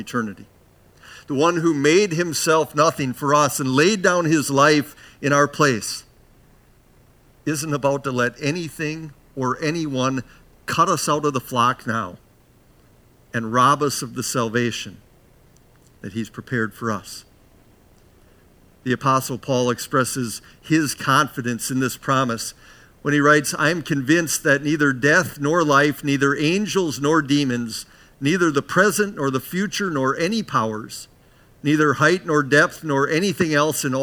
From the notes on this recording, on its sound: Bethany, Appleton, WI. Preached this sermon at Bethany's Saturday worship on May 7, 2022.